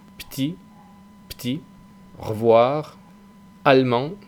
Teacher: Este sonido tiende a caer. Cuando hablas rápido, esta E al revés tiende a no pronunciarse. Muchos franceses dicen petit, petit, revoir, allemand.